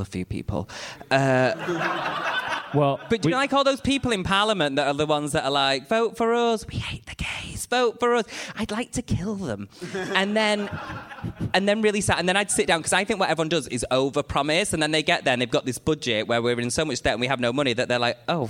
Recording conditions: live audience